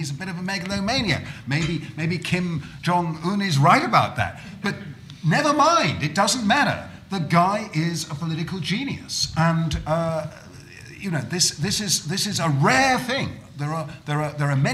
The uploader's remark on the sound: The first part of the conference, hosted by The New Criterion and the Social Affairs Unit